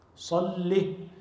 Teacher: اللهم صلي بتشديد اللام من غير ياء، لام مشددة وعليها كسرة